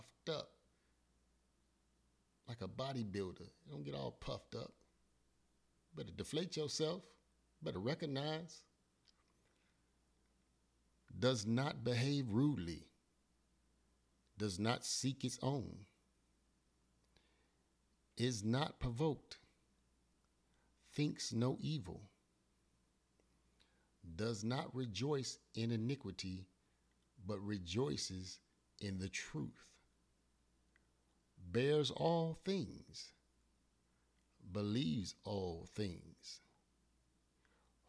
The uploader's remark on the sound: Forgive the volume, I had technical difficulties.